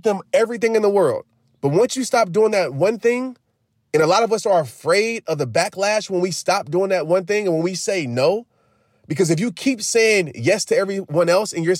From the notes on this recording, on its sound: The answer: in the car!